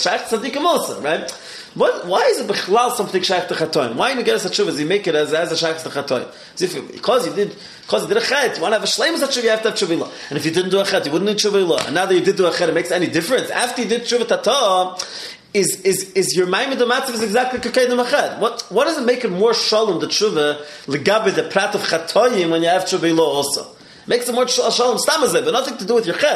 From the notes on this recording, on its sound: Live Shiur